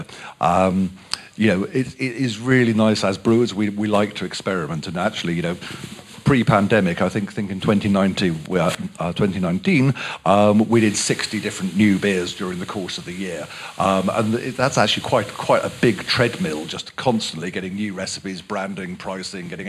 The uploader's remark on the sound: Throughout this month we’ll be bringing you our panel discussions from FyneFest 2022.